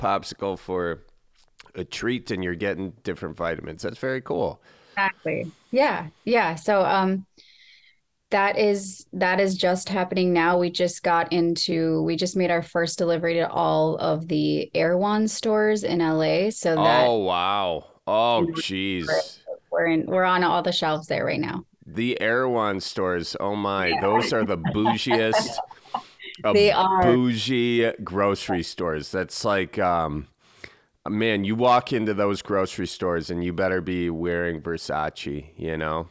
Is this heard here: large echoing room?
no